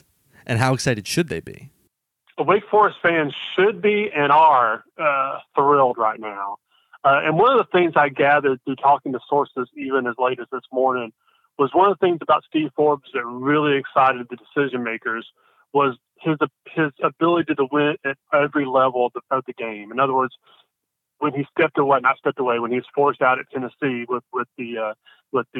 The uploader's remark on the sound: Calls.